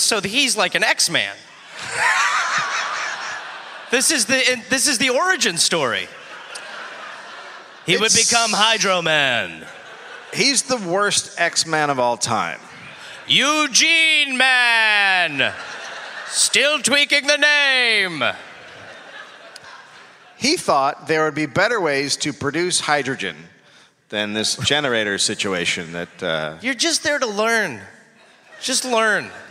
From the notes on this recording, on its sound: Recorded live in Houston.